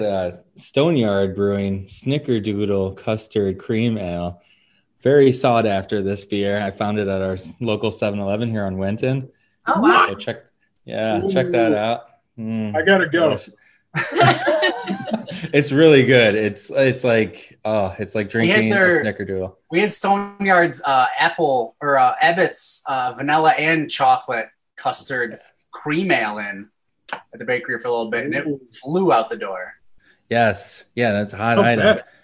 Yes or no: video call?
yes